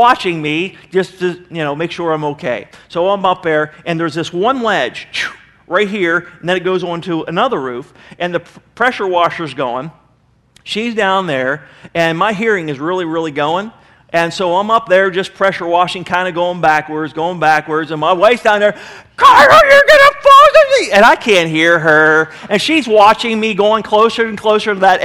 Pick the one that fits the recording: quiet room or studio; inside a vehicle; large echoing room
large echoing room